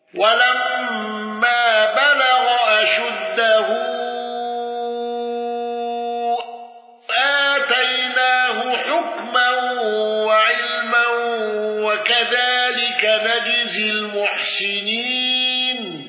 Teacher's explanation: خلف عن حمزة بالإشباع وترك الغنة والسكت على المد المنفصل